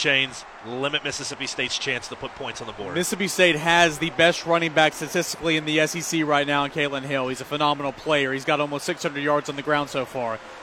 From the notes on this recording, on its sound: Recording from the rooftop of Toyota of Knoxville in West Knoxville on I-40